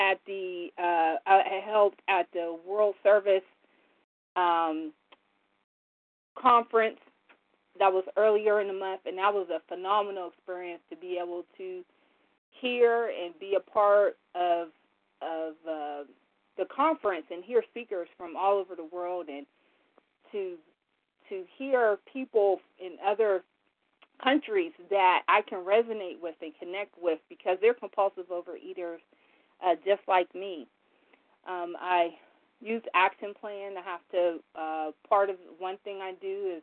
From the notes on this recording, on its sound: from the 100 Pounders Phone Meeting